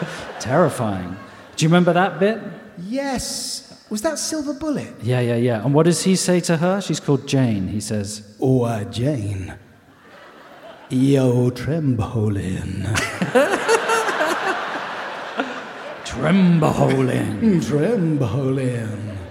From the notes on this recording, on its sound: Recorded in front of a live audience at The Royal Festival Hall on London's South Bank on 12th December 2023.